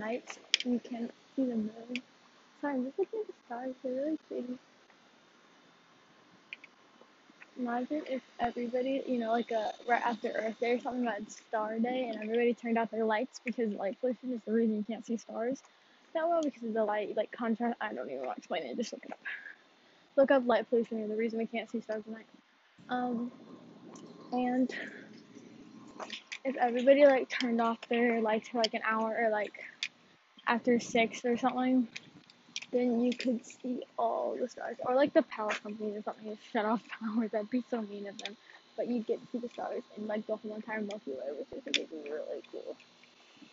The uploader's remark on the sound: After being on hold in my phone but then I switched AirPods and it sounds like I’m on a phone call.